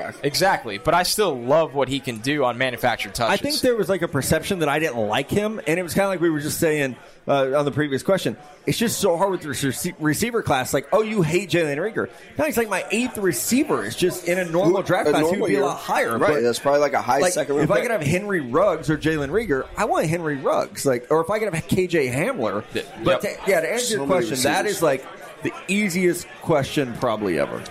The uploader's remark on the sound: Senior Bowl Preview Live From Mobile. Live from Draft Picks Taproom in Mobile, AL.